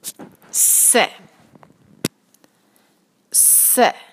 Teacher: scene को जो है बिल्कुल सिंपल है, बस आपने थोड़ी सी सीटी की आवाज़ बनानी है